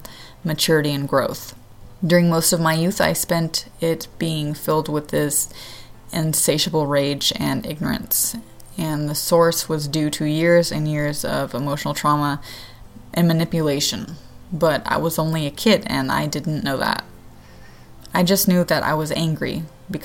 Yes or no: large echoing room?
no